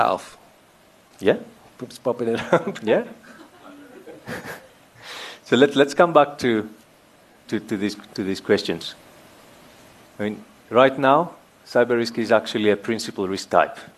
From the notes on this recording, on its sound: Held at Auditorium, 1 Mutual Place, Sandton on 9 October 2019 from 16:30 - 17:30